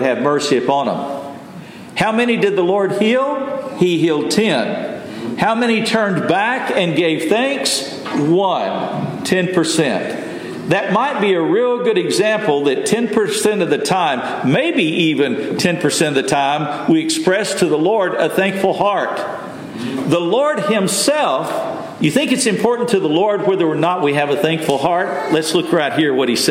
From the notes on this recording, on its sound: Message delivered Sunday, November 19, 2023 at Mt Carmel Primitive Baptist Church, Bel Air